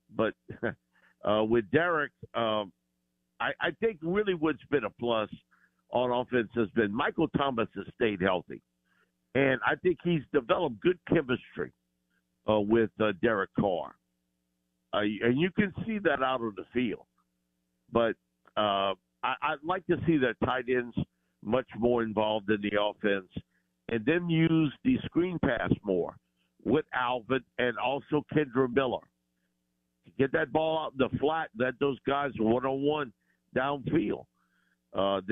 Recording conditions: phone line